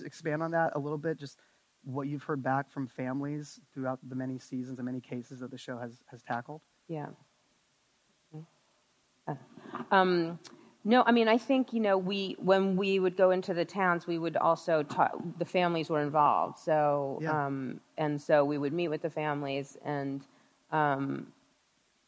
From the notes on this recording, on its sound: In front of a live audience at 2020's Realscreen Summit in New Orleans.